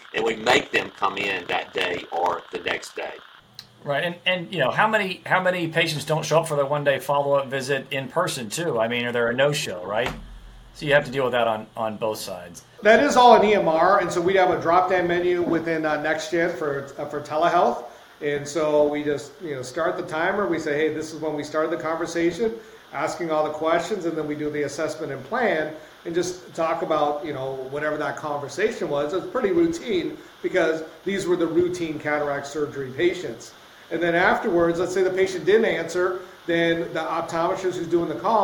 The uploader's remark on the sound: this episode has been impacted by technical difficulties.